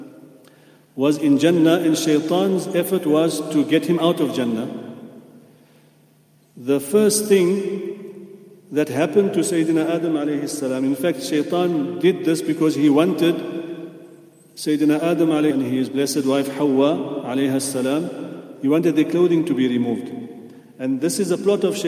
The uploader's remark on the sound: At the Houghton Masjid (West Street).